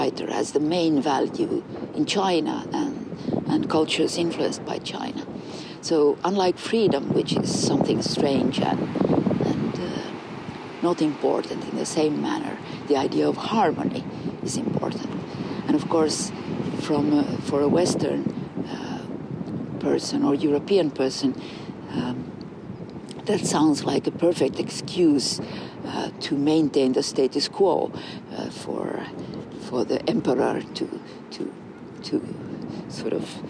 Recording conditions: outdoors